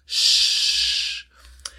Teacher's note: O sea, no viene de una vibración de la garganta o del pecho